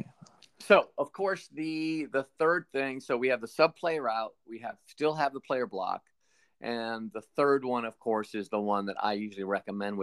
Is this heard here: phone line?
no